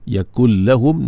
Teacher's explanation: Karena bunyi gunnah itu masih kekal. Yakul la walaupun dia bila gunnah tapi dia kamil, bunyi nun tu tak ada dah, terus pergi ke lam. · Term: idgham